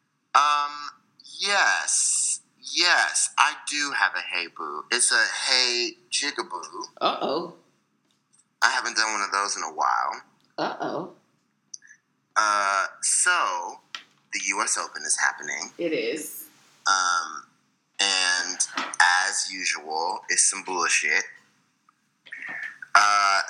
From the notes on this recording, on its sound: We had to go back to old school methods to get this episode recorded so the sound is, what it is.